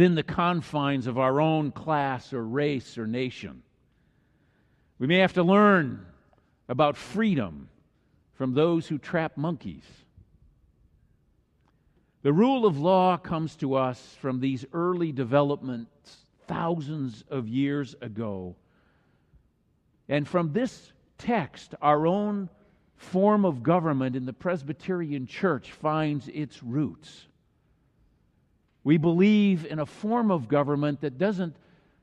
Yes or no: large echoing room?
yes